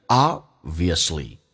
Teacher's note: Obviously, you had a caught a cold.那很明显，你感冒了。Obviously,这个在美语当中那个 b 可以不用发音，因为两个辅音在一起只用发后面一个，气流阻塞一下就变成 obviously